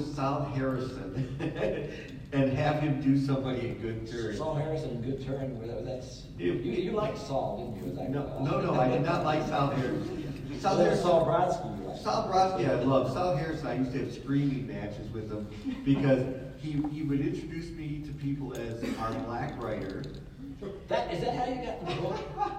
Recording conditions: live audience